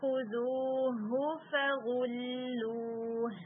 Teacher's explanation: آپ نے ہا کو شارٹ رکھنا ہے ہا آپ کا اسٹریچ نہیں ہونا چاہیے